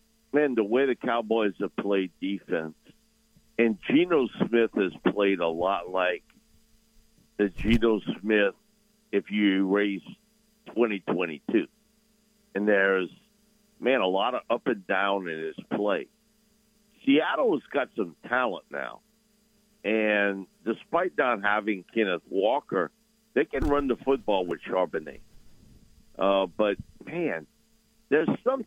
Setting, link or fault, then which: link, phone line